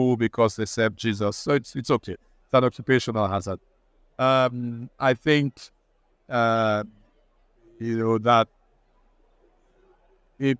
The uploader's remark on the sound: Recorded at the Alliance for Responsible Citizenship (ARC)